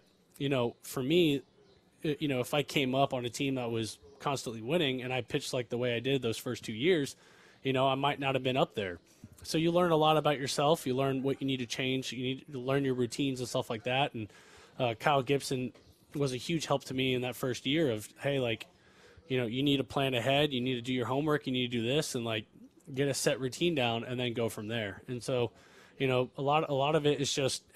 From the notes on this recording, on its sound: live from spring training in Surprise